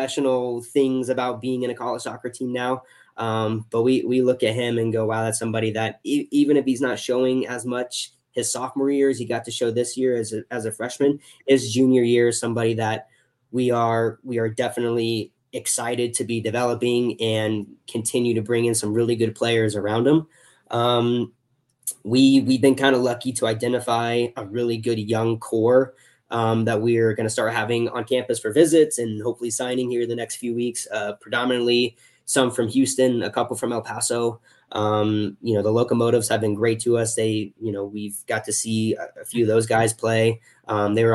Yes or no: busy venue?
no